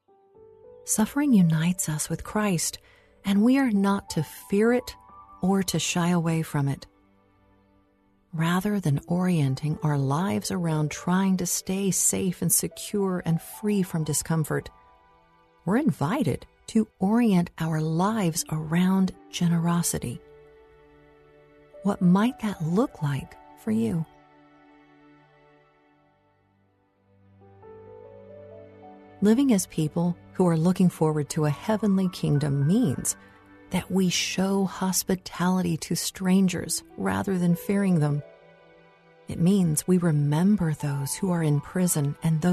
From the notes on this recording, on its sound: Relax to the sounds of a nature bird walk with mindful music.